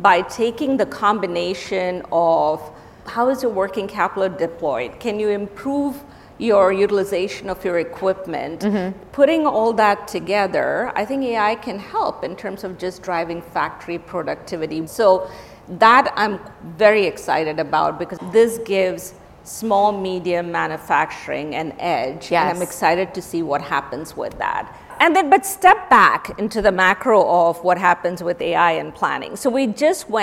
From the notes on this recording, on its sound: This conversation was recorded at WSJ’s CEO Council Summit on December 12, 2023. This conversation was recorded at WSJ’s CEO Council Summit.